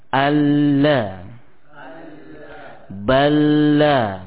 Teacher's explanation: Ya, huruf yang pertama adalah huruf lam. Huruf lam ketika kita ucapkan akan terjadi benturan tepi lidah bagian depan dengan gusi atas.